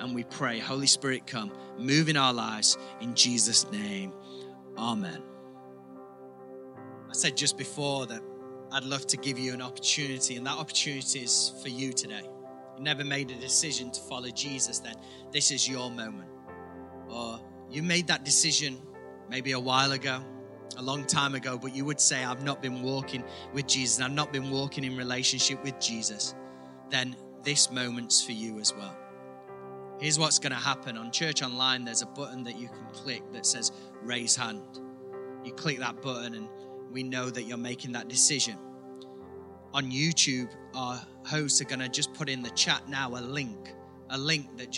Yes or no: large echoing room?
yes